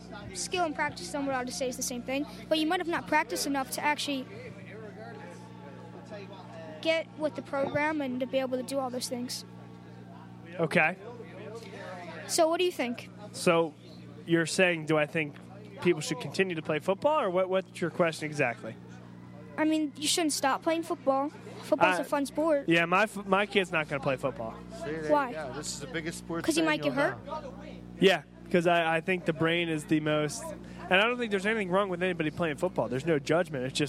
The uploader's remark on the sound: Vuvu Soccer Live From Villa Capri. Vuvu Soccer was live from Villa Capri in Doylestown for Euro Cup 2016.